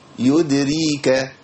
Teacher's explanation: الدال عندي ساكنه يدريك ما اقولش يدريك ما تنفعش لازم ابين القلقله